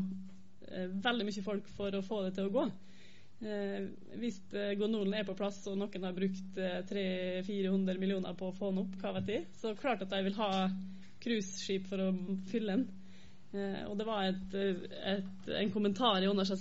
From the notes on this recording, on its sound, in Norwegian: Norsk Tindeklub avholdt paneldebatt på Litteraturhuset. Det var over 90 personer som tok turen, og det var bra med engasjement i salen.